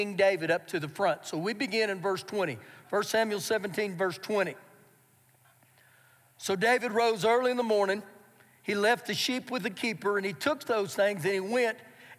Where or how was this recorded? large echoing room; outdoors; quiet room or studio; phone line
large echoing room